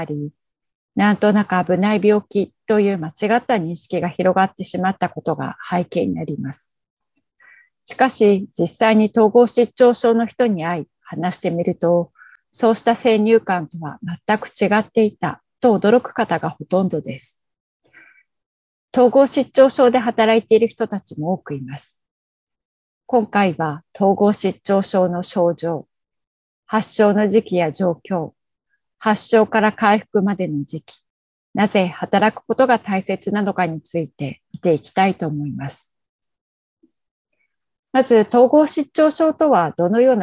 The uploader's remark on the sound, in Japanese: Zoomで開催、カメラオフ可です。